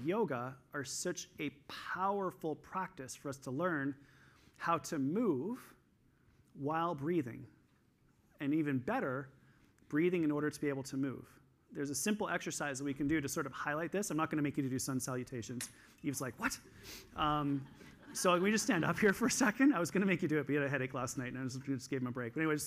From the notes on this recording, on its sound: This week I'm sharing a session that I did at the EPIC Conference in Toronto in December of 2022.